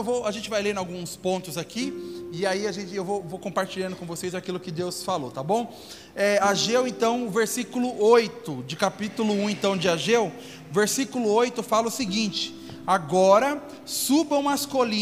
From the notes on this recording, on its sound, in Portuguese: Áudio do culto de Domingo do dia 29 de Maio de 2022.